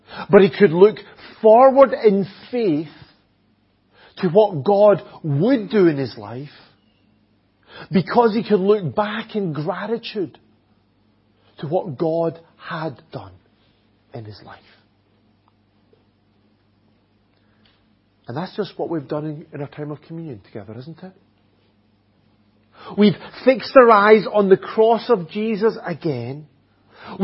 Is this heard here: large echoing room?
yes